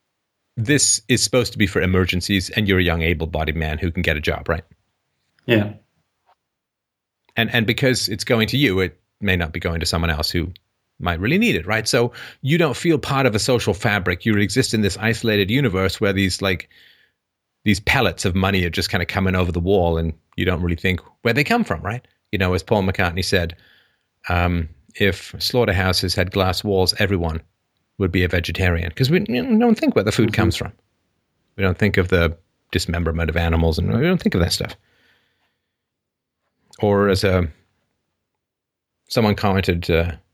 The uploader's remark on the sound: Call in Show